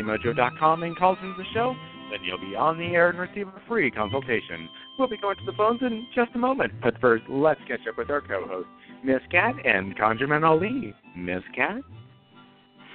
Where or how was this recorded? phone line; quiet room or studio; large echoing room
phone line